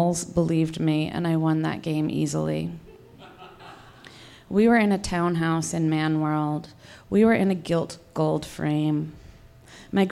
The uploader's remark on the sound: On Stage at Housing Works Bookstore Cafe